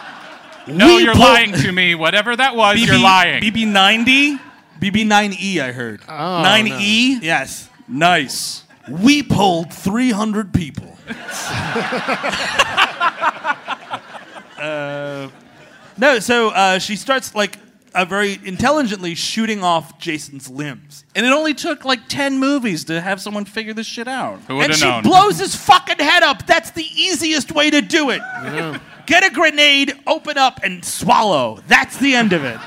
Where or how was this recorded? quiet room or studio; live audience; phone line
live audience